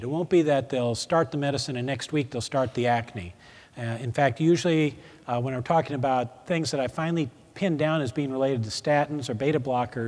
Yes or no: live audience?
yes